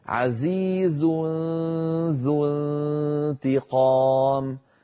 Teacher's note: مثال التنوين عزيز ذو انتقام، نرى على اللوحة عزيز ذو انتقام، أيضا أنتقل من مخرج الزاي في كلمة عزيز إلى مخرج الذال في كلمة ذو، ويبقى من التنوين غنته